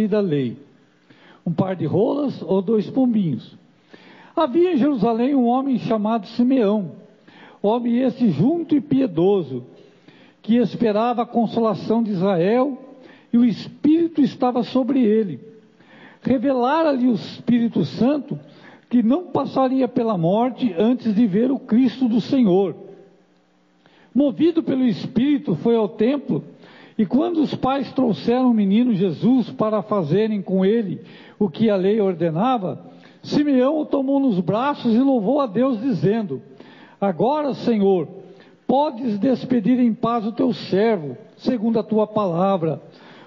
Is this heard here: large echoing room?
yes